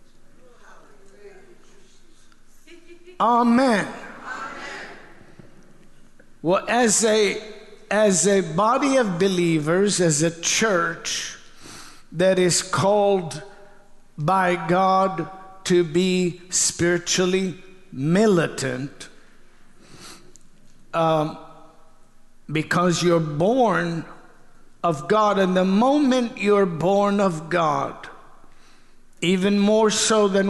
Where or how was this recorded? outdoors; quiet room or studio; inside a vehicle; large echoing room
large echoing room